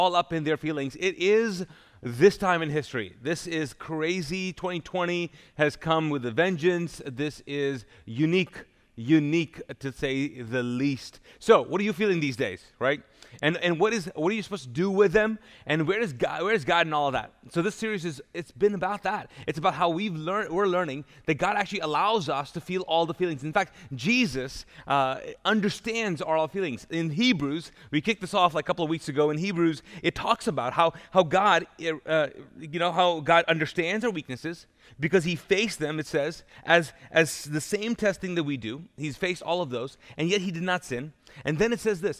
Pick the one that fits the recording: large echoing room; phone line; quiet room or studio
large echoing room